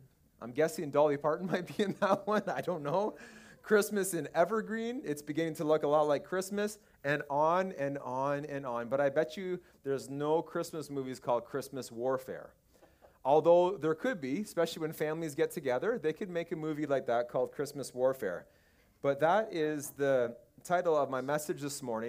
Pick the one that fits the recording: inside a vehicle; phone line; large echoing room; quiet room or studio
large echoing room